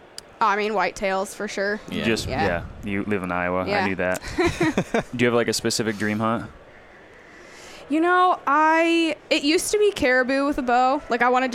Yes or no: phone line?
no